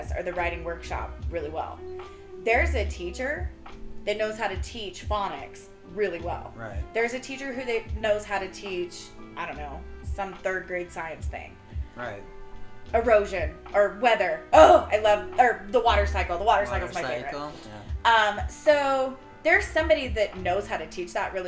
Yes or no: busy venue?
no